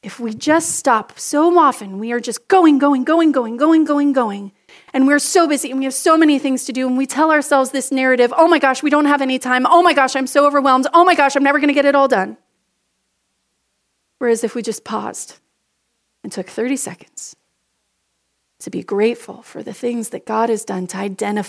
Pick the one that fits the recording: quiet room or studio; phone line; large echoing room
large echoing room